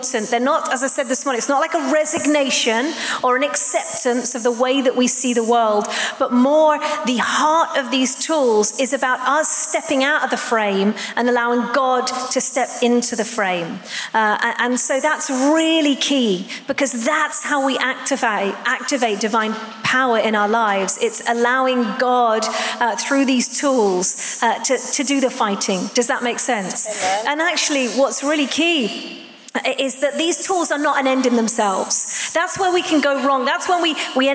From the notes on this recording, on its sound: Live at The Orchard Conference 2022.